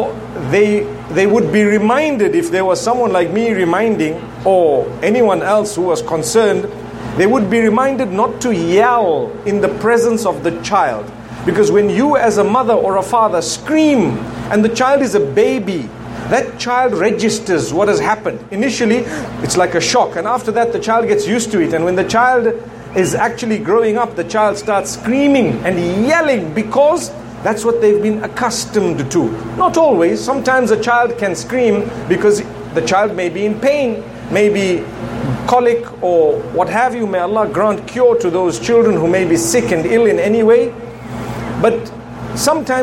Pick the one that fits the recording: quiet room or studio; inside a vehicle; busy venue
busy venue